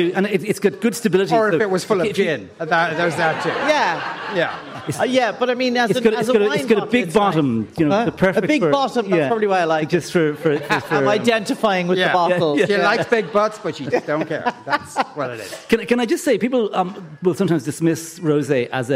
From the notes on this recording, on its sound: LIVE from The Sugar Club in Dublin